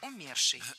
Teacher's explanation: Умерший — неверно. Ударение в этом слове должно падать на корень слова «умерший»